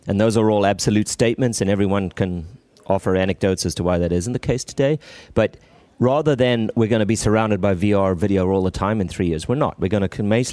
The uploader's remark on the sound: Intel Chip Chat LIVE from IBC 19 in Amsterdam